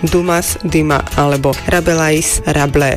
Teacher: Číta sa Zidan a tiež sa skloňuje so Zidanom pre Zidana a zapisuje sa bez toho E, pretože ono nemá žiaden vplyv na výslovnosť spoluhlásky. Sú aj francúzske priezviská s koncovou spoluhláskou, ktorá sa píše, ale nevyslovuje.